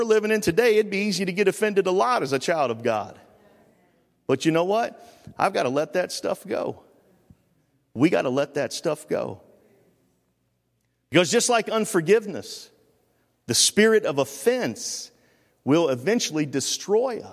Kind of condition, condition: setting, large echoing room